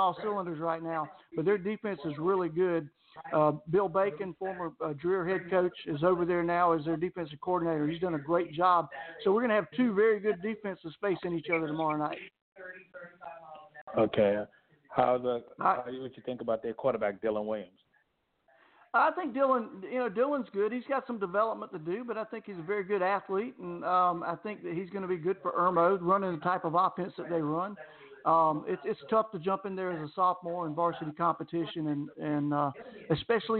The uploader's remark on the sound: A SOLID HOUR OF LIVE CALLS.